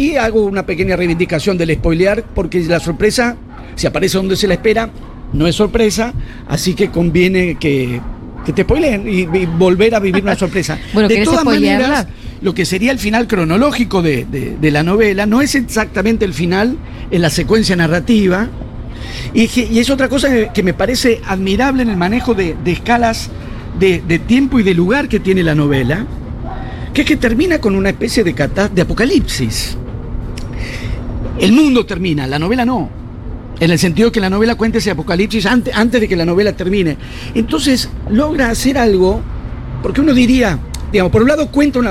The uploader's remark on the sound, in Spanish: en vivo desde Yunta Bar